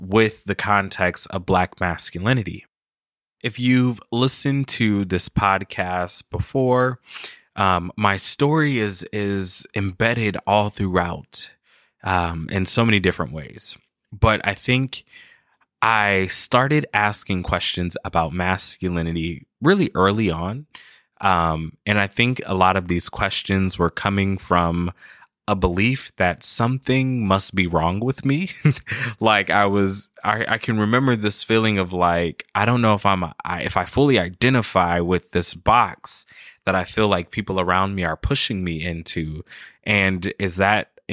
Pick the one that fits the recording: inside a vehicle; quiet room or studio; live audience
quiet room or studio